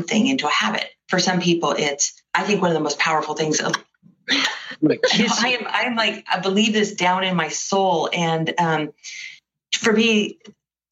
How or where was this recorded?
video call